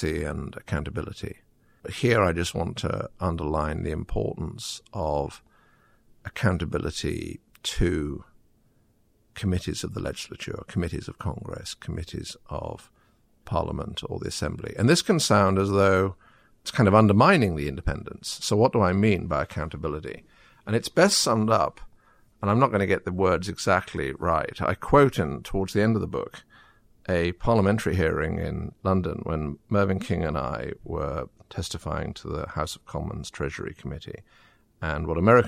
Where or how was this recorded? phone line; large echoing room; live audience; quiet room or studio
quiet room or studio